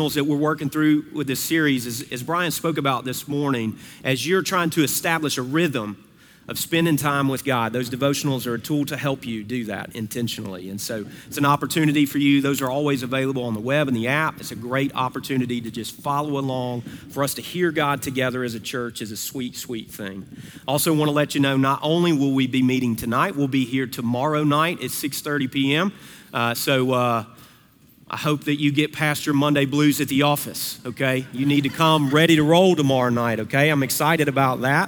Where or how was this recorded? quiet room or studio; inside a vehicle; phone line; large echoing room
large echoing room